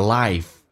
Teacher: Fulfill 这个单词特别难发，因为 L 这个发音时间抬起来叫 O，fulfill，fulfill，时间抬起来靠向你口腔的硬腭的地方，就是你牙齿根那个地方，叫 O，fulfill， fulfillyour，重度卷舌，美式发音当中嘴巴凸出来收圆，整个舌头往回卷， yourlife， I 这个发音先把口腔打开到极限，再滑动到 E 这个发音